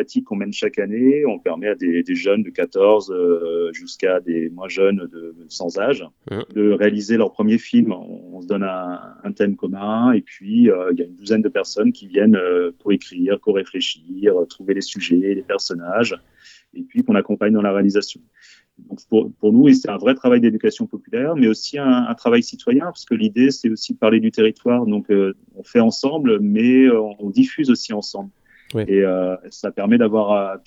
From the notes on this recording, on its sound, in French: Nous avons pu discuter par téléphone et au micro de Timbre FM.